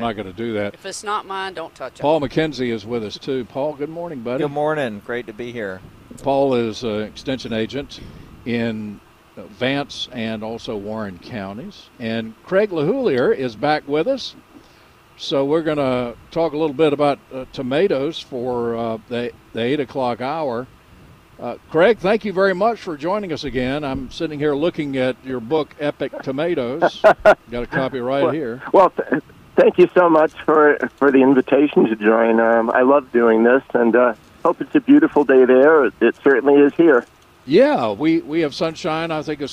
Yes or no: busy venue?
yes